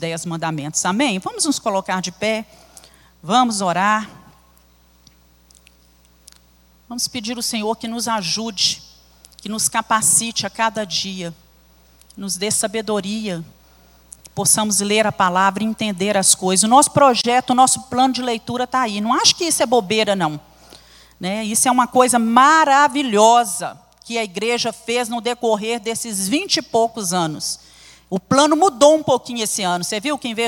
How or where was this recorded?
large echoing room